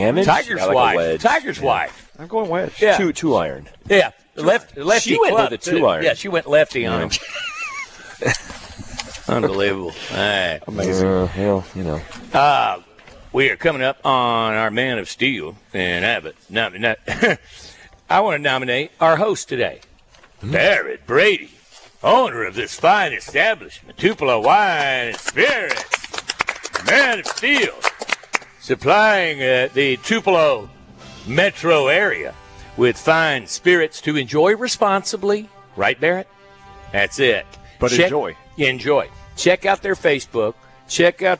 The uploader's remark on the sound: LIVE FROM TUPELO WINE AND SPIRITS